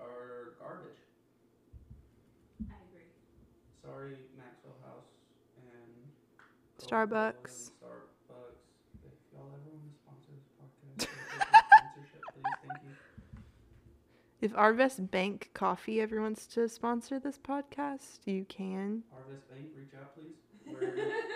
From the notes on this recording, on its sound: Our audio is not the best on this episode and that is because we lost our mic near the start of the episode but did not catch it until after the episode!